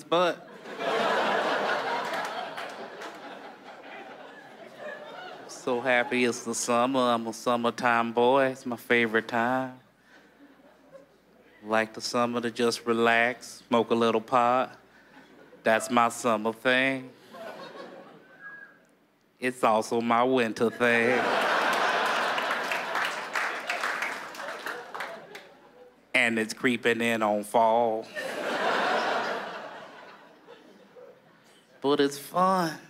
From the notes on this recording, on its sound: stand up from the Just For Laughs Festival in 2014